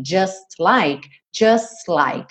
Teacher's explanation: Do S você já vai direto pro L.